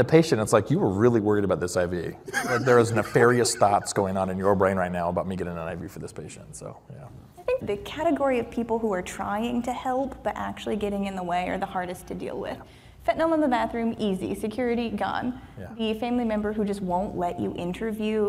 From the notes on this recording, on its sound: This episode was recorded in front of a LIVE audience at the ACOEP's Spring Seminar this past April in Arizona.